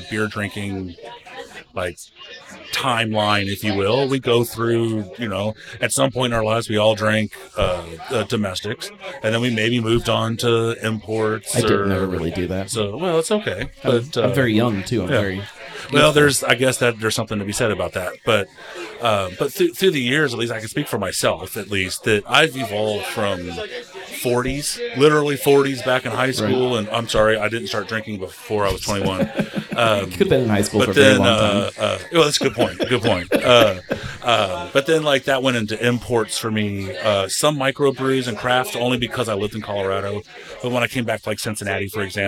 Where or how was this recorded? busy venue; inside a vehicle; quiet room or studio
busy venue